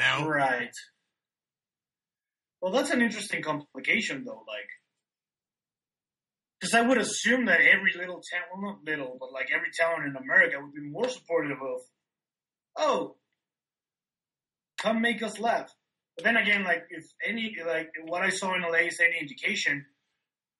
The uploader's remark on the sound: This episode was recorded using Skype and Garageband.